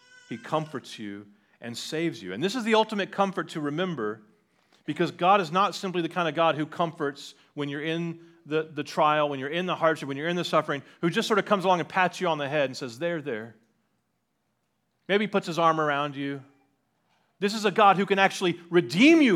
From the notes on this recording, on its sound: on 10/22/2023 at Liberty Baptist Church in Liberty, Missouri.